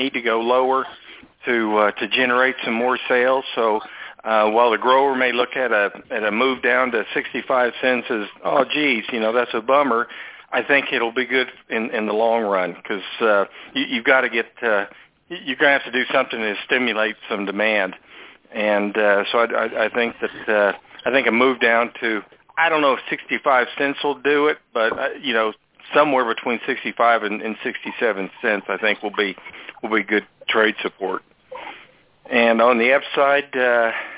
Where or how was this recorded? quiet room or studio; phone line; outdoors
phone line